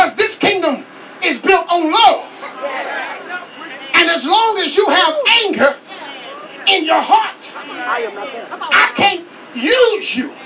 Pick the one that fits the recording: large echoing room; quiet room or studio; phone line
large echoing room